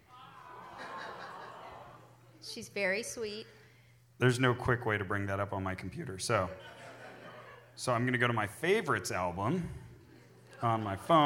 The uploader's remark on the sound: Portland Live Show Edition. Live from the Mission Theater in Portland, Oregon.